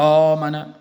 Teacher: لأن الهمزة مرققة، فهذه الألف التي تكون بعد الهمزة تكون أيضا هي مرققة · Term: ترقيقها